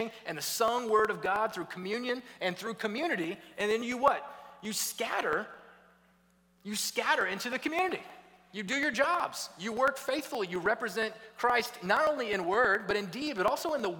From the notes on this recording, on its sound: was preached at Redeemer Church on November 13, 2022